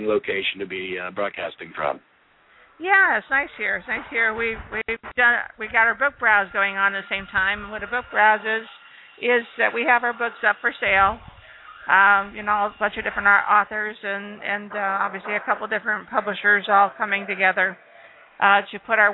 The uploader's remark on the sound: Escape the Grind: Live from LoFi Coffeehouse. Broadcasting LIVE from LoFi Coffeehouse, in Mesa, Arizona this Sunday.